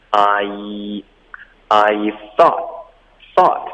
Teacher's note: 开头有一个 I 双元音，请大家把嘴巴张开然后再咬下去